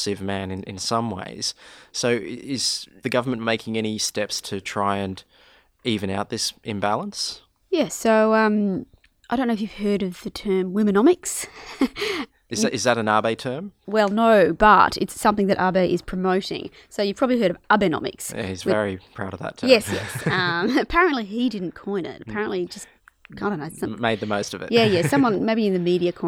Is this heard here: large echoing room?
no